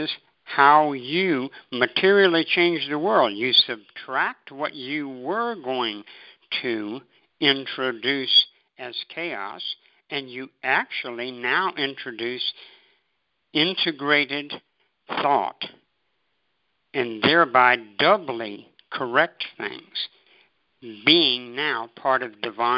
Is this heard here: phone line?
yes